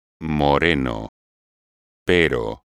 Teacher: La lettre R se prononce à peine roulée au milieu d'un mot devant une voyelle.